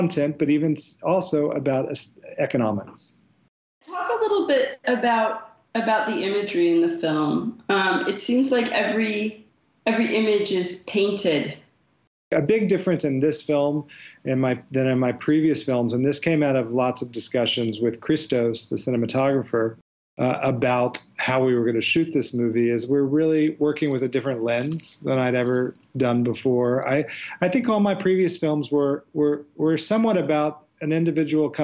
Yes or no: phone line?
no